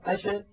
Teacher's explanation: هذا الذي يفسر لنا لماذا قلقلت العرب قطب جد ولم تقلقل مثلا الشين، لم تقل العرب أش، لأنه لو كانت ساكنة أش الصوت ماشي والهواء منطلق، ما في حاجز منغلق كانغلاقه في حروف قطب جد